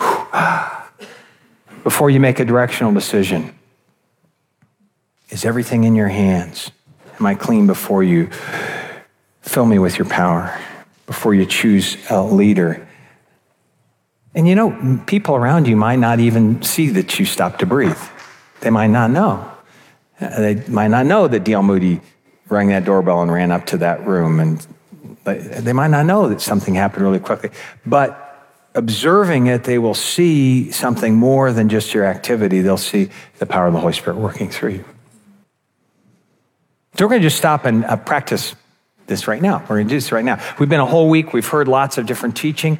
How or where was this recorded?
live audience